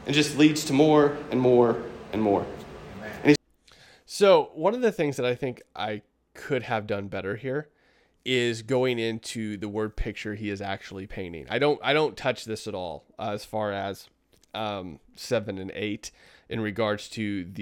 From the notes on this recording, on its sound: preached at my local church